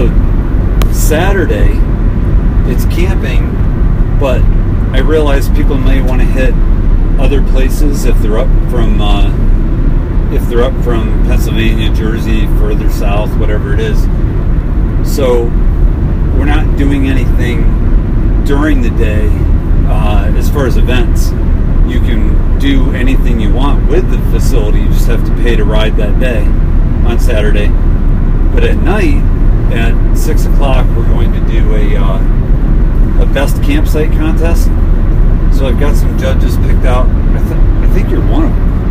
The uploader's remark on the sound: As we drove to the Road2Recovery event site, Powder Ridge Park in Middlefield, CT. I apologize for the podcast being a bit loud with the sounds of the road, it doesn't last...or you get used to it.